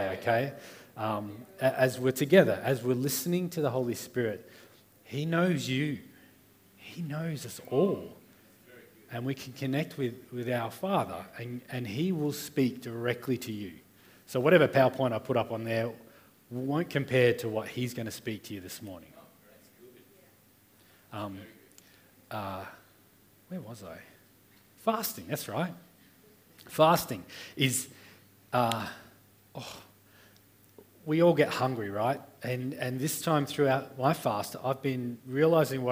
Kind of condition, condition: setting, live audience